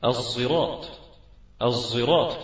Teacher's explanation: الصاد المشمة بصوت زي